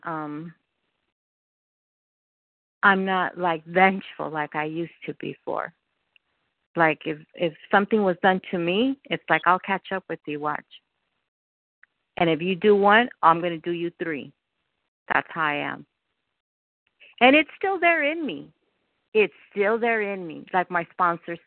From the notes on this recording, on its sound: From the 100 Pounders Phone Meeting.